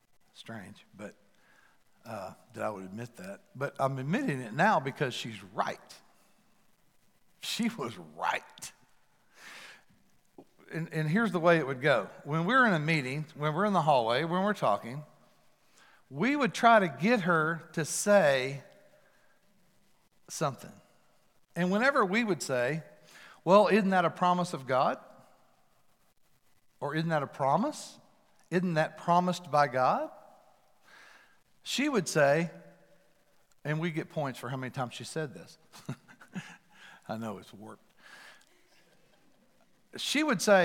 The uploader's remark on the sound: Recorded live at The Fellowship at Mt Juliet. MJ campus.